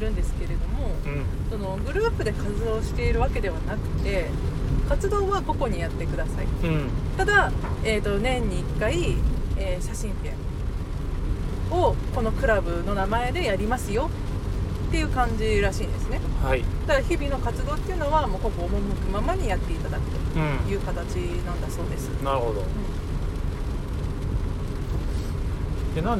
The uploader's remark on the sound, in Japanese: 先日の休みに写真展に行ってきた帰りの車内で。